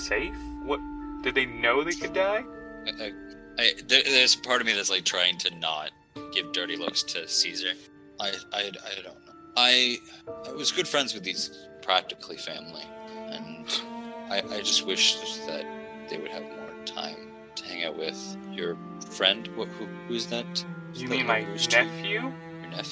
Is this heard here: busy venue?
no